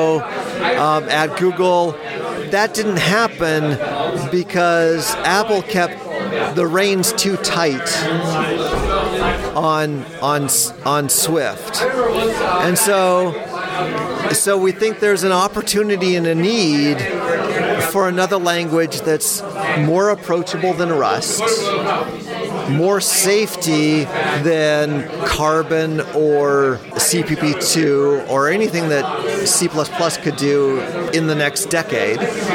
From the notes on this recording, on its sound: live from C++ On Sea 2023